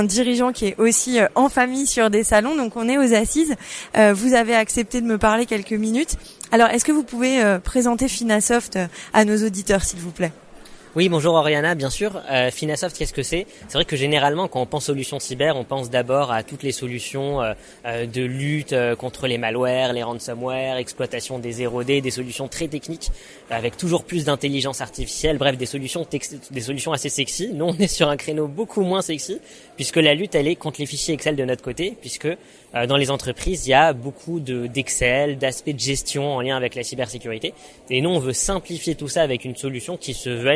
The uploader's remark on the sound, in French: Les Assises de la Cybersécurité à Monaco. Enregistré, monté et publié sur le salon des Assises de la Cyber à Monaco.